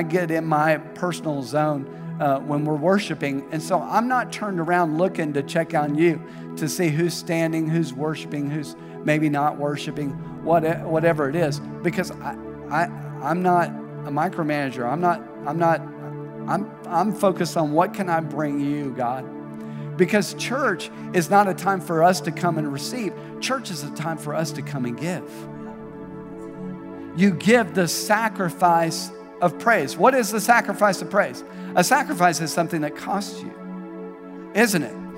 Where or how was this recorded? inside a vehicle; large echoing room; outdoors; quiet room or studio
large echoing room